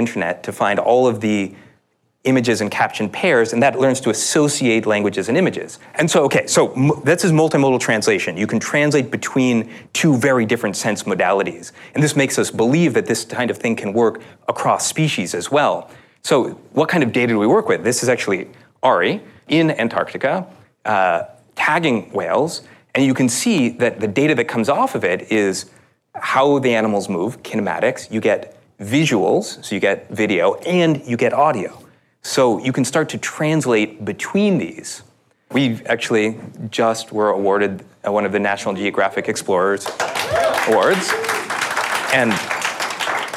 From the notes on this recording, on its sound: An interactive panel discussion hosted at the World Economic Forum in San Francisco